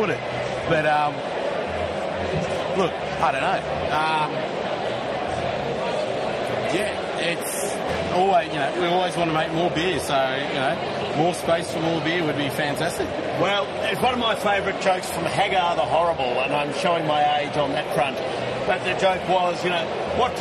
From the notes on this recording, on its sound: The first of two podcast recorded live at the 2023 Williamstown Beer and Cider Festival. Due to this being a live show, and the roaming saxophonist who was playing at the festival, audio quality is not up to our highest standard.